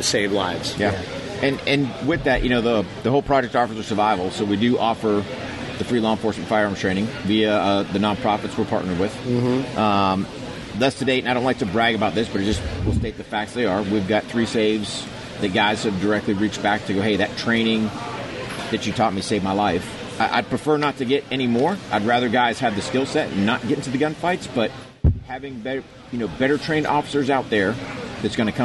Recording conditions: busy venue